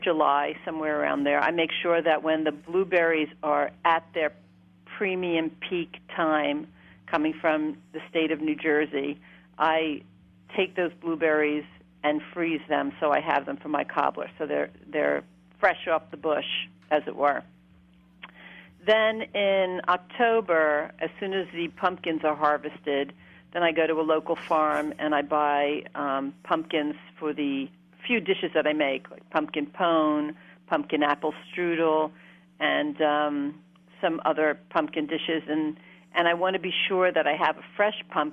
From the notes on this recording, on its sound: welcome a very special guest via phone